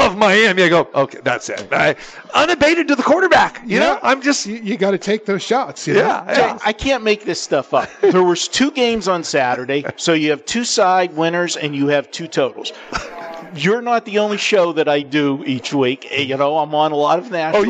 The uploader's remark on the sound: Live at the Suoerbook at the Westgate